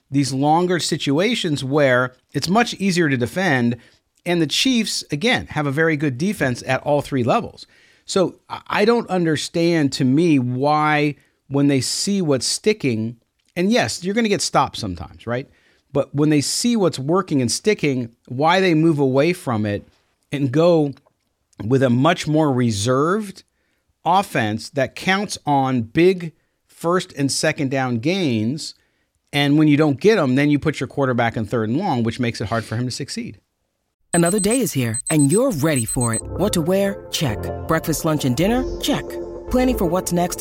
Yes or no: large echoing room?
no